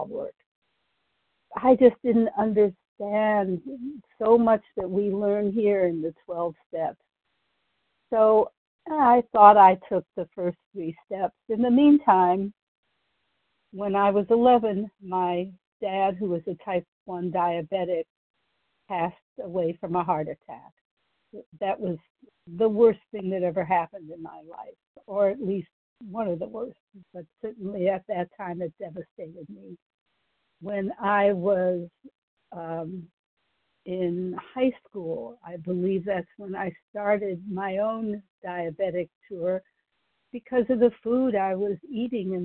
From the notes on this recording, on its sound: Qualification from the 100 Pounders Phone Meeting.